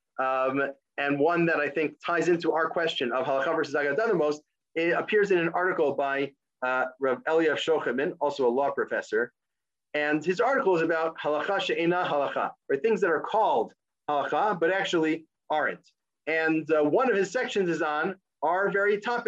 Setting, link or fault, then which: link, video call